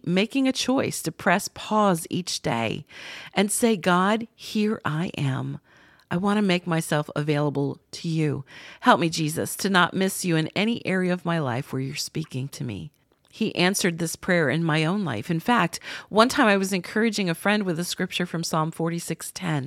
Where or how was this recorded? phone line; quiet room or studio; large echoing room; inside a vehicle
quiet room or studio